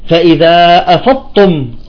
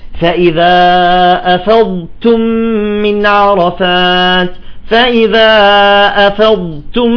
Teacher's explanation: نستطيل بالضاد ونخرج التاء بهمس بسيط · Shown in: second take